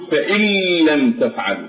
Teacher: تقول فإن لم تفعل، يعني تلغي وجود النون ولا يخرج الهواء من مجرى الأنف في النون، بل تشدد اللام وتدغم، يعني هذا إدغام تام لأنه نون ساكنة جاء بعدها حرف اللام.